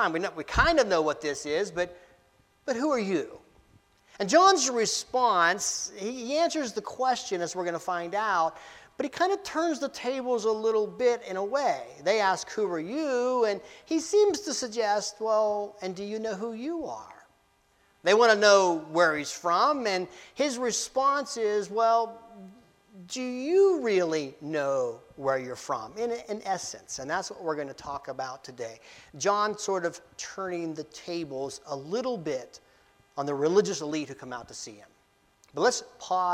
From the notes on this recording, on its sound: Preached Dec 17, 2023 at Amity UCC in Meyersdale, PA.